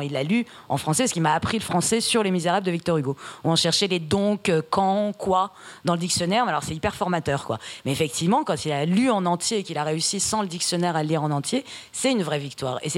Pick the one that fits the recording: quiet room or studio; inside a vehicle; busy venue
busy venue